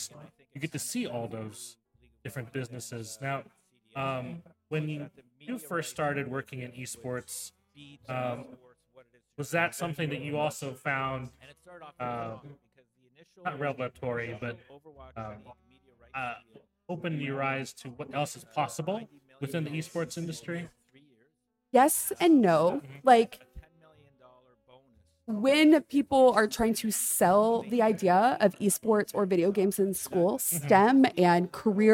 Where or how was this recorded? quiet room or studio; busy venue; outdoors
busy venue